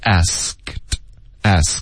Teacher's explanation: 就是一个的的的音，嗓子不震动 · Term: 轻的浊辅音